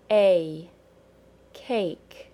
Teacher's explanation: the end of the long A has a very brief Y sound attached